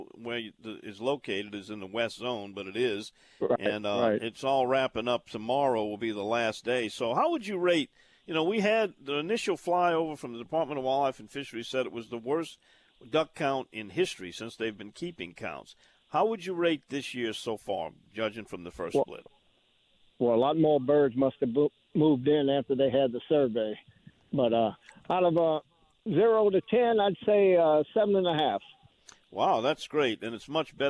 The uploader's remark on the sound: calls LIVE from his duck blind